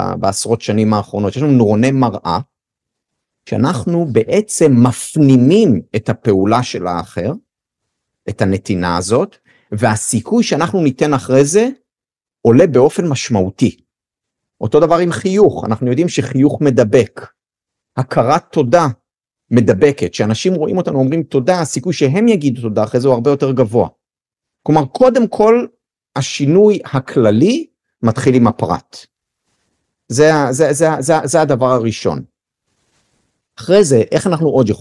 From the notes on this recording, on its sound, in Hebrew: פרק זה הוא הקלטה מוובינר שהוקם במסגרת פרויקט של VIVID שנוצר בשיתוף עם הגופים המקצועיים ביותר בארץ לחוסן נפשי, כמו עמותת ער"ן או נט"ל.